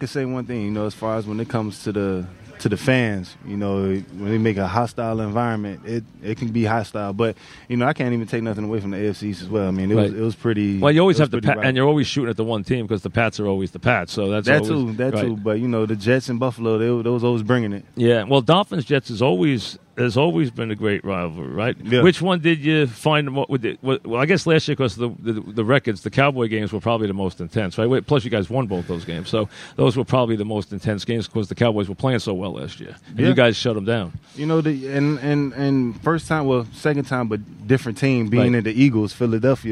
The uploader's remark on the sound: Live from Giant camp.